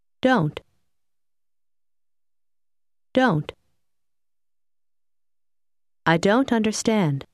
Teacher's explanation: noti come il suono della t finale tende a scomparire